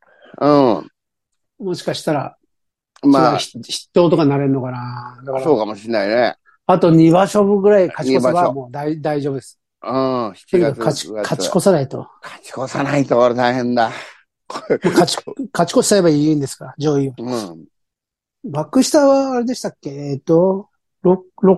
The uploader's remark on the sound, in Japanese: ZOOMで収録